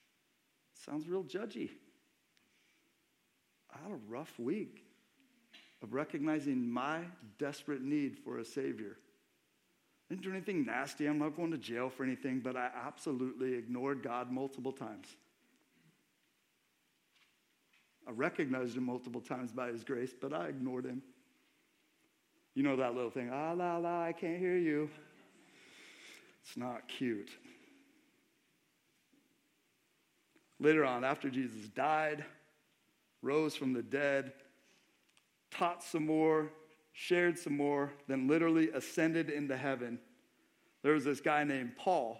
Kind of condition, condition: setting, large echoing room